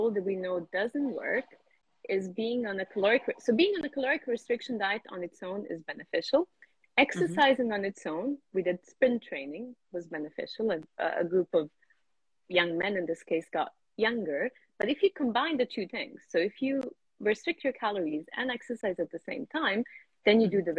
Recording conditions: video call